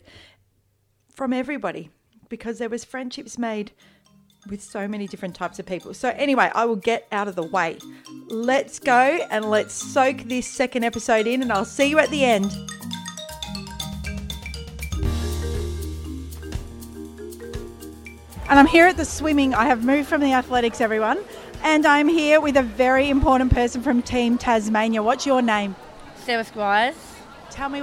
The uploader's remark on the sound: captures more of the Special Olympics sounds of belonging, friendship, joy and inclusion